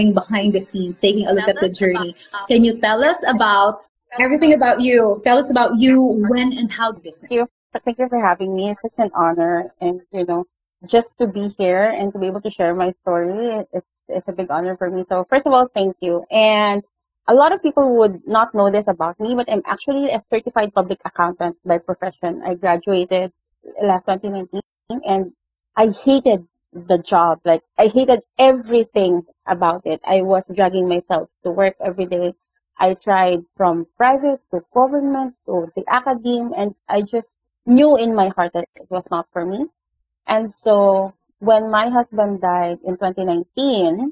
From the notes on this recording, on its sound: The audio of this interview isn't the best.